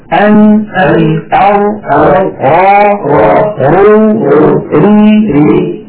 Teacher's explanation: الراء تلاحظون لأنها أعمق قليلا أدخل إلى غار الحنك · Term: مخرج الراء